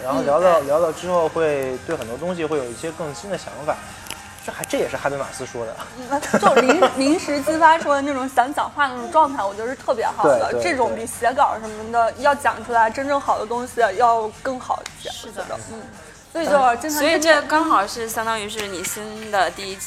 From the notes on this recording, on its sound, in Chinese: 是我和两个朋友一起在咖啡馆聊天的部分录音剪辑